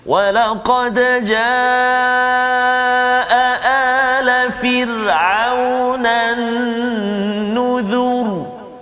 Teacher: tebal bunyi ra tu sebab huruf zal tu baris depan